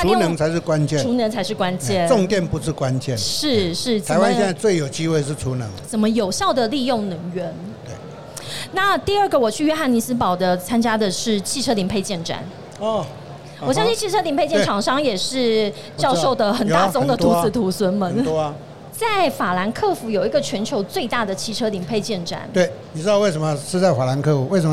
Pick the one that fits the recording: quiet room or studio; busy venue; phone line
busy venue